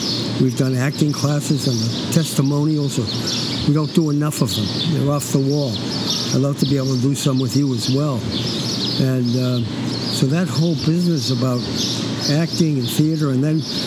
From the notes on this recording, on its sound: recording this interview outside with lots of surrounding noise